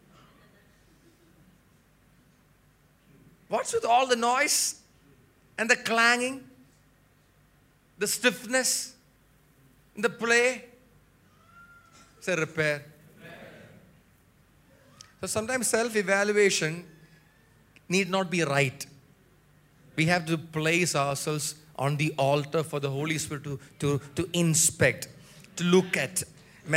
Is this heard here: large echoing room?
yes